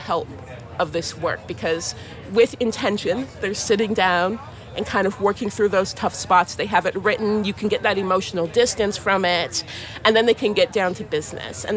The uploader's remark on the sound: For a discussion on race in America at The Los Angeles Times Festival of Books.